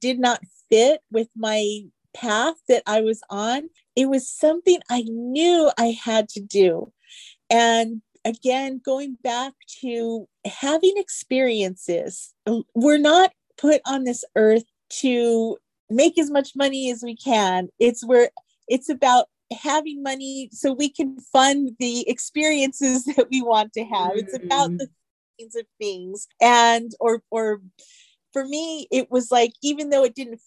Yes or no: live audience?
no